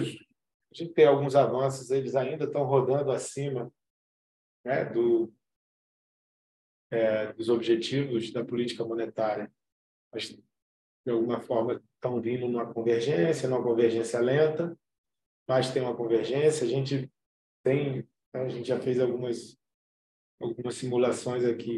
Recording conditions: video call